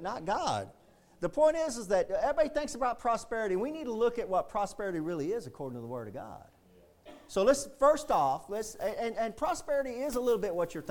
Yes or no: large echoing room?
yes